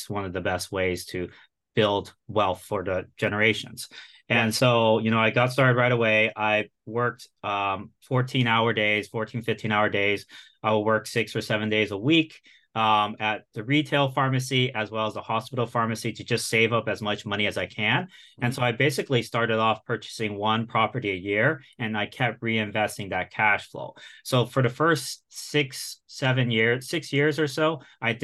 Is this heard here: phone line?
no